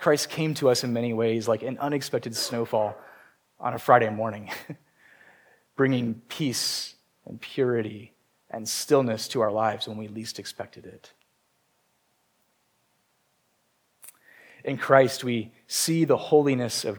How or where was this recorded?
large echoing room